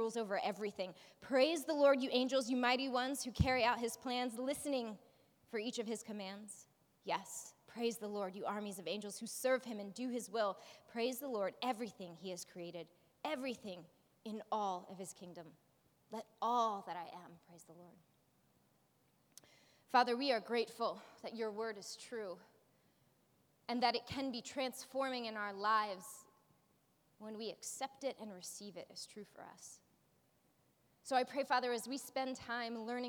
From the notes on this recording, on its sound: preached this message at our Movement Community on Sunday, April 22nd.